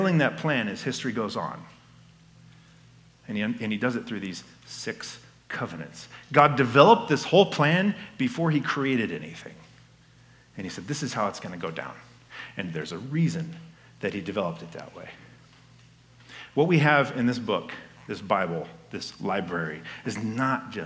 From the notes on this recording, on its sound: This message was given at Fall Conference 2022.